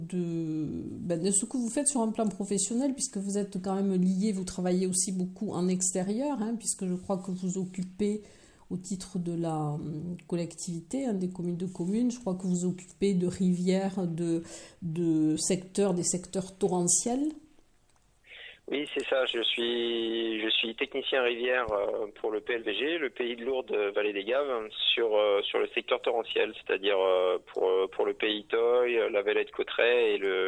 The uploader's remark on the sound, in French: Interview téléphonique